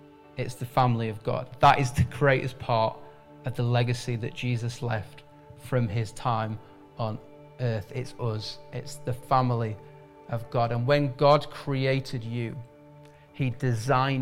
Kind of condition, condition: setting, large echoing room